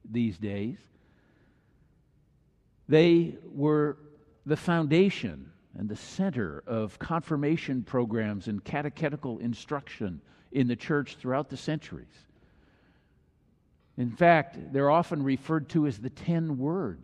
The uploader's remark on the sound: Messsage delivered during the Traditional Worship service.